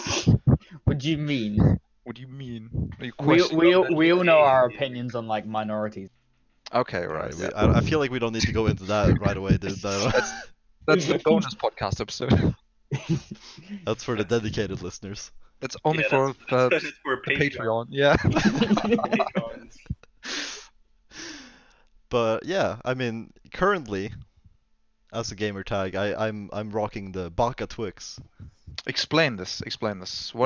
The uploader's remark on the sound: Scuffed mic-breathing in this pilot episode of The CBT Podcast.